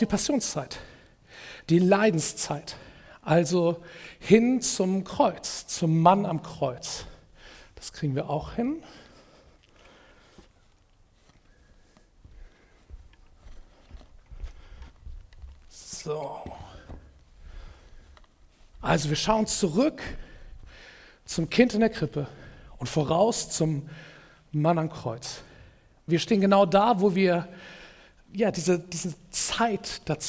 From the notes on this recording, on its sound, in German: Predigt im Rahmen des GreifBar+ Gottesdienstes